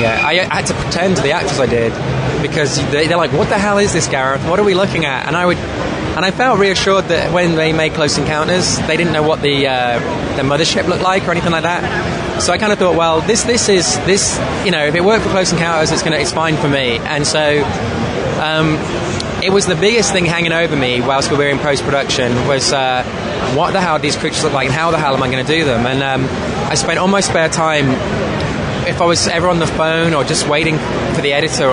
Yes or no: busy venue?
yes